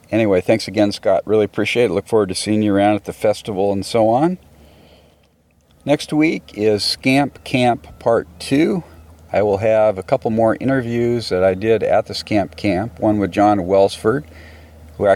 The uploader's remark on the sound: Recorded during the August 2012 SCAMP CAMP at the NW Maritime Center in Port Townsend, WA. PS Please note this podcast was recorded several years ago.